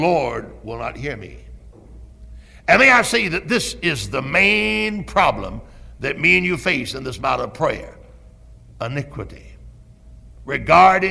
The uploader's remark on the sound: Originally preached at Tabernacle Baptist Church in Greenville, SC on August 26, 1973.